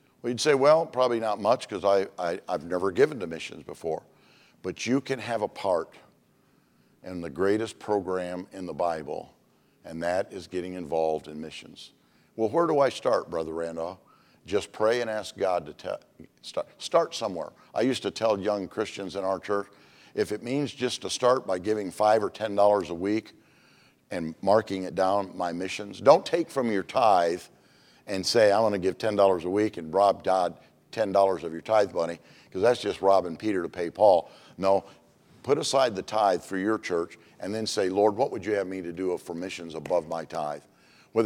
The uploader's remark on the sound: Monday evening service of 2023 Missions Conference. At Community Baptist Church in Riverhead, NY.